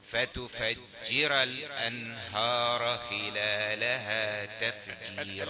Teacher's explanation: الهاء تأتي يعني فخمة شوية